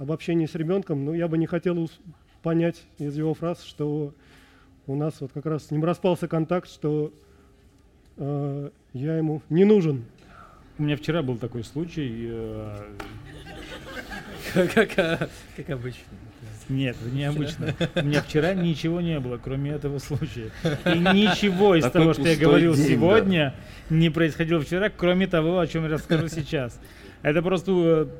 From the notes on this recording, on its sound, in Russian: Случилось так, что вышли не только за пределы разговора об Армении, но и за границы радиостудии, организовав во дворе пространства «Рихтер» в Москве публичную запись подкаста.